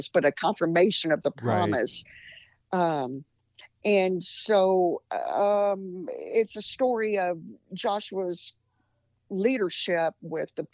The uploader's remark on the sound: This episode was recorded during the Covid-19 quarantine. Sound quality may vary because conversations with our guests are taking place over the phone.